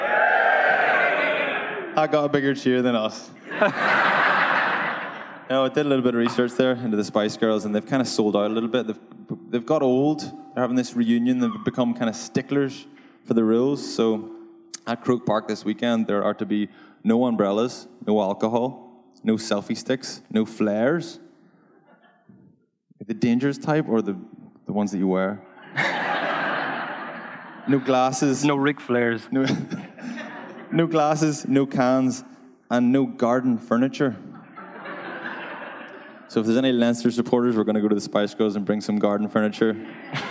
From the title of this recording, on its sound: LIVE in Dublin